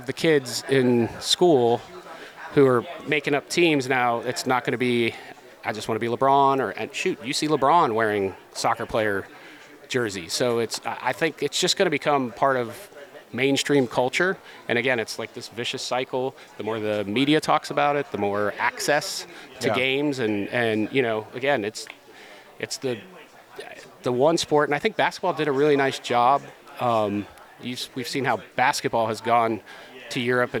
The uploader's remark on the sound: Recorded live at Advertising Week New York 2023